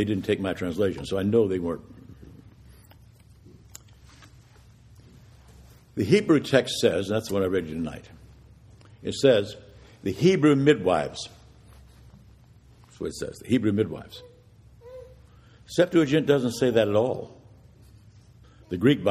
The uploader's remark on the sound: This is the audio from the Vespers Service